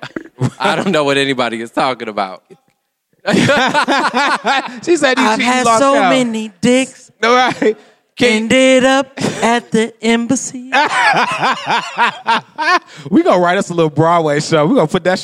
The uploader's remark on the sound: In their first-ever live recording at the Detroit is Different inaugural podcast festival, 2019.